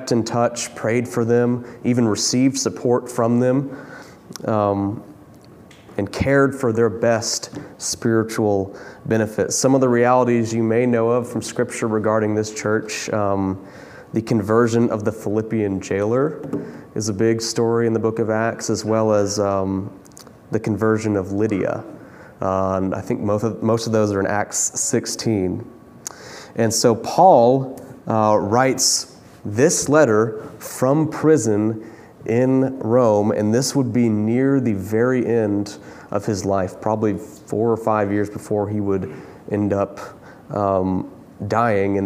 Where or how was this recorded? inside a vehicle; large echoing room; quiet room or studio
large echoing room